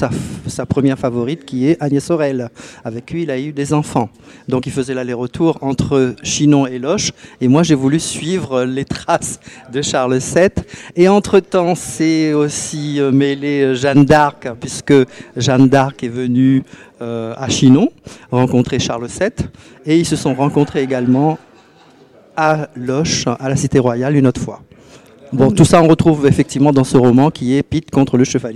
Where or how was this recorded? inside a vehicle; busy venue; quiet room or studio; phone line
busy venue